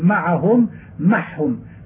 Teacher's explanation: فأبدل من العين حاء لقرب الحاء في الصفة من العين، ولأن مخرجهما واحد، ولبعد الهاء في الصفة من العين مع خفاء الهاء.